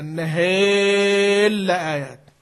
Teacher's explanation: إدغام الراء في اللام، الإدغام لا يمنع الإمالة